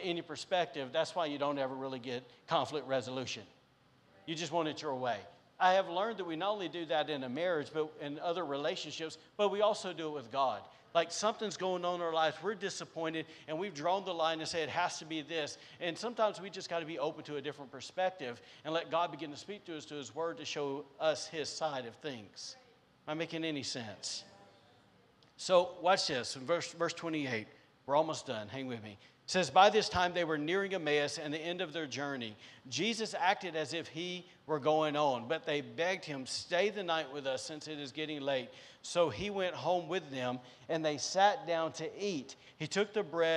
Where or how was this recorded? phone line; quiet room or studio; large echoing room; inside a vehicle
large echoing room